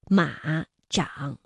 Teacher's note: 马长都是三声字、上声字。那么我们说214加214连读要变调，那就这样读：马读二幺，不读